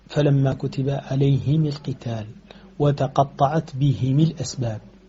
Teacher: ففي هذه الحالة أبو عمرو البصري وحده يكسر ميم الجمع في حالة الوصل